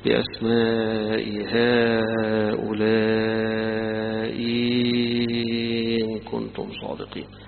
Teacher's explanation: والأزرق يقرأها بتسهيل الهمزة الثانية، حيقول بأسماء هؤلاء إن كنتم صادقين، هذا وجه له. الوجه الثاني حيبدل الهمزة الثانية ياء ويمد مدا مشبعا فيها، يقول بأسماء هؤلاء إن كنتم صادقين، مدها، خلى الهمزة الثانية ياء ومدها.